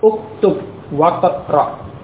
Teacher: Waqra hamzahnya tidak diucapkan karena di tengah. · Term: Hamzah wasl